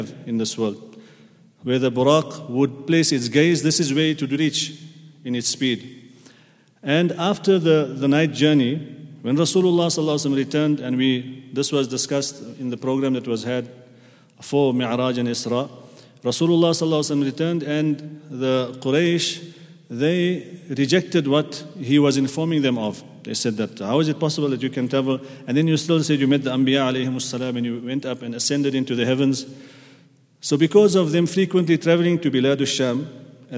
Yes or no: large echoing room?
yes